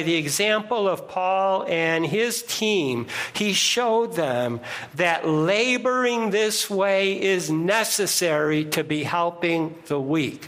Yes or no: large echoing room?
yes